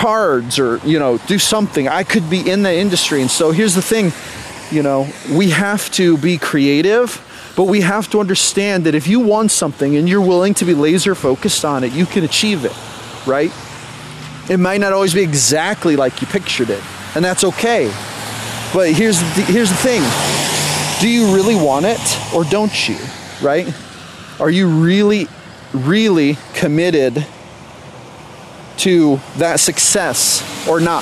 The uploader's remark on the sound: while walking along the side of the road while it's raining at 6 AM in the morning.